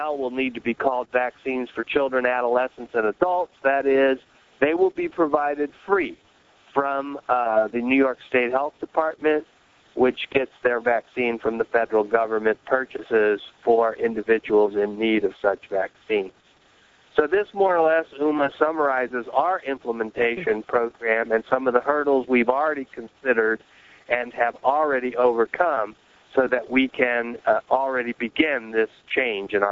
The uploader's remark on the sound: July 2005 Author in the Room® Teleconference